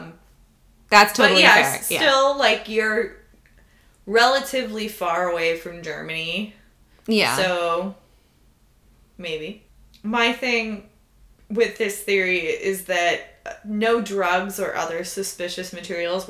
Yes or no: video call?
no